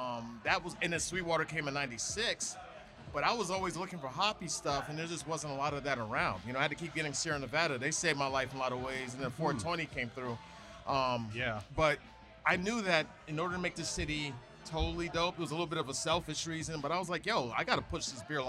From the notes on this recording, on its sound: Recording Session at Inner Voice Brewing - Atlanta, GA.